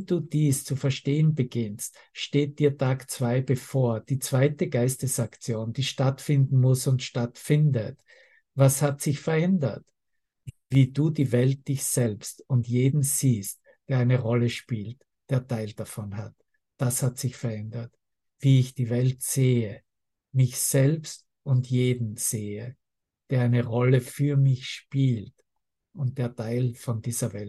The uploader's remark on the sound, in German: Zoom-Session. Veranstaltet von der Aleph Akademie.